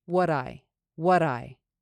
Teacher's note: You can also link these two words together, and what sounds a little bit more like would with a D at the end in American English.